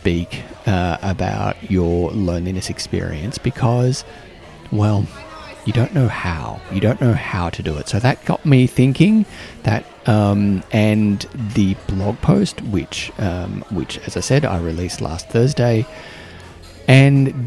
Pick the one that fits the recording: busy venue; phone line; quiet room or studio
busy venue